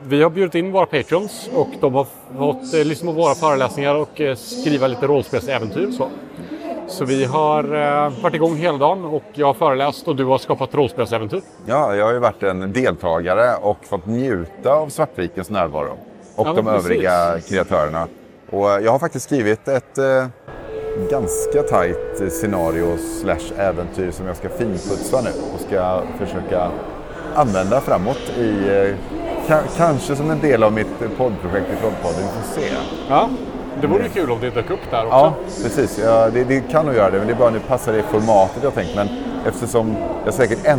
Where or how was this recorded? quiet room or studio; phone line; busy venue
busy venue